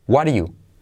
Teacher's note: La T de what se convierte en R suave, omites el verbo are y se une what are you.